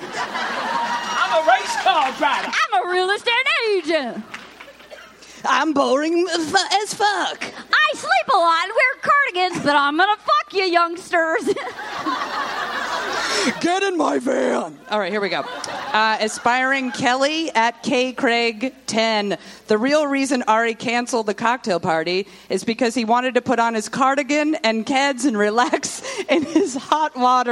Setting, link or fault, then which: setting, live audience